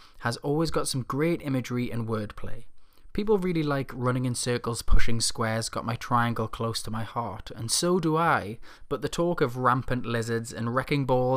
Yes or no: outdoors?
no